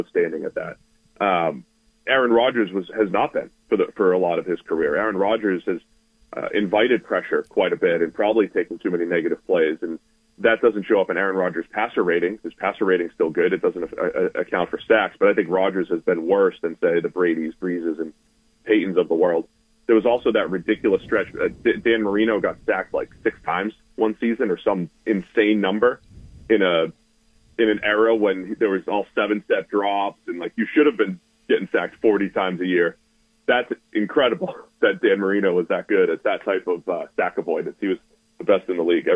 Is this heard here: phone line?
yes